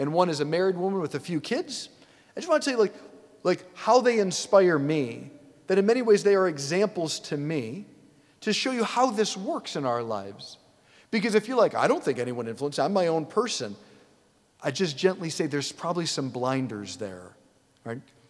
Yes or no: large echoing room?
yes